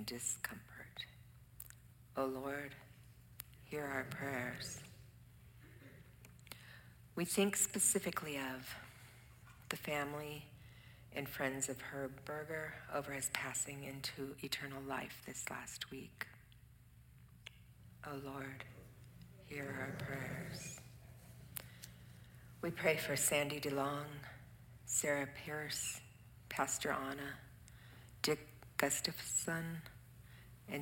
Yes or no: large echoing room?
yes